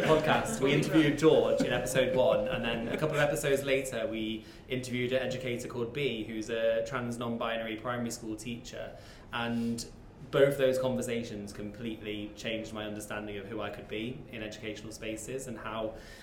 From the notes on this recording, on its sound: We go to the in-person book launch held in Nottingham earlier this week. You will hear the brilliant panel discussion from the book launch.